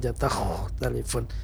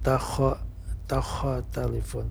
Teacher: Nah, kha yang sukun. Kha yang sukun itu bukan huruf yang qalqalah ya, tapi hurufnya harus ada rahwah itu. · Shown in: first take · Bagian daripada sifatul hurufnya rahwah, artinya mengalir jatah telefon.